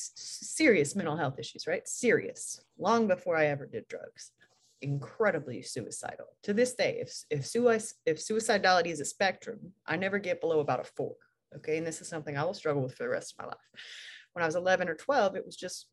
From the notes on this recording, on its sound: Recorded 2.4.2022 from Raleigh, NC & Portland, OR on Zoom